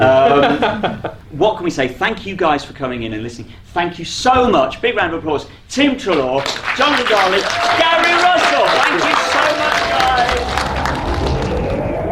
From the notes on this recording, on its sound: Type 40 & Company at Whooverville 14. The very first recorded completely LIVE on stage with special guests and an audience of companions, friends and fellow fans… The 14th Whooverville event at Quad in Derby. Garfield Productions who recorded the material for Type 40.